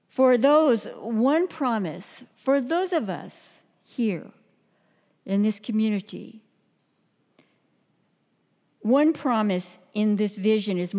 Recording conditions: large echoing room